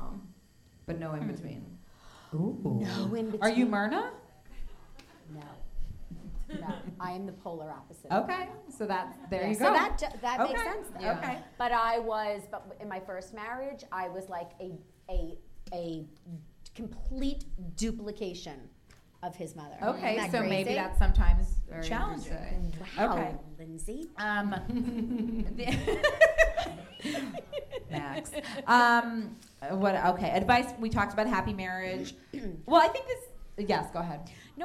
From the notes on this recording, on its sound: Is the NYC live show recording. Live recording at Improv Asylum.